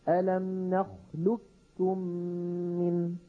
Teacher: فننطق بكاف مشددة ولا يبقى للقاف أثر · Term: إدغاما تاما